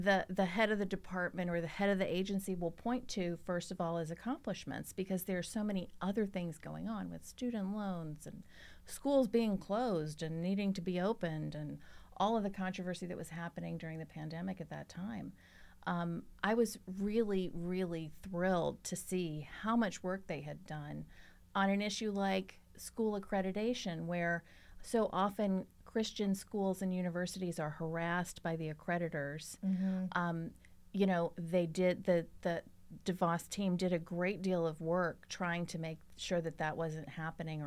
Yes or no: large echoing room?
no